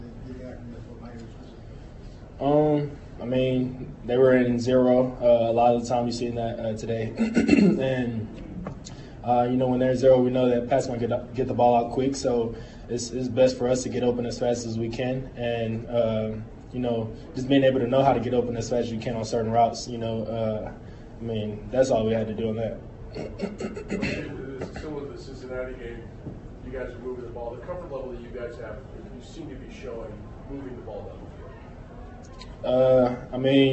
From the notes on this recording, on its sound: press conferences and locker room audio from Arrowhead